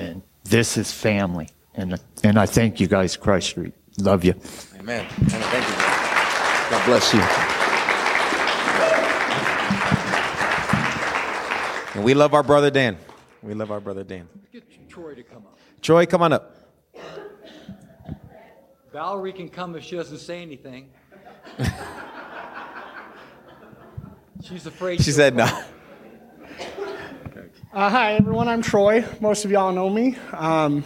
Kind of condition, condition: setting, large echoing room